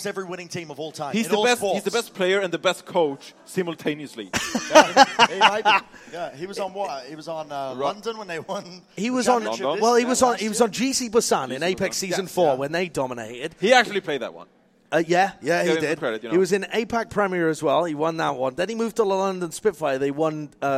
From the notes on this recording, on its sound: LIVE recording from Philadelphia.